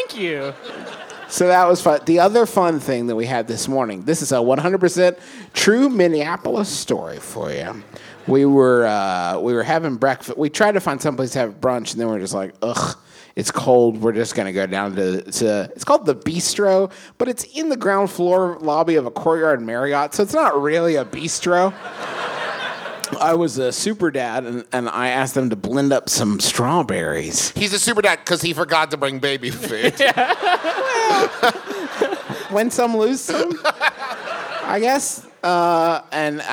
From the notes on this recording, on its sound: Here's our live show from this past weekend in beautiful Minneapolis!